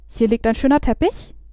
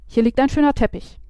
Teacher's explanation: Da gibt es ein ganz typisches Phänomen, das heißt Upspeak. Das ist, wenn man am Ende des Satzes mit dem Stimmklang nach oben geht, obwohl es keine Frage ist. · Shown in: first take